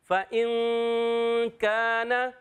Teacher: نون ساکن کے قاعدوں میں سے قاعدہ کہ نون ساکن کے بعد کاف آ گیا، عرف اخفا میں سے کاف، تو اس لیے یہاں پر اخفا ہو جائے گا. اخفا والا غنہ کریں گے، ناک میں آواز لے جائیں گے، نون کو چھپا کر ادا کریں گے، آواز آئے گی فَإِن كَانَ.